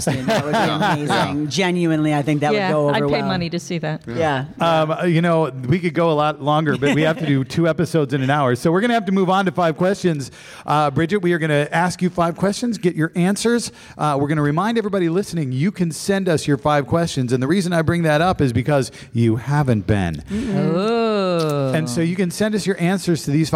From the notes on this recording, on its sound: This week we recorded our episode live at CONvergence 2023!